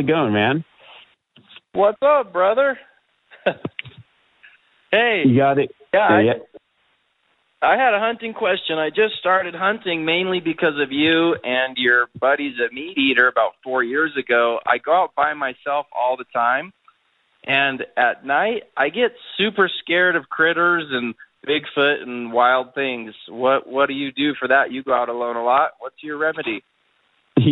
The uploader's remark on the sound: Live Wild Call-In Q&A. Takes calls from listeners and answers questions.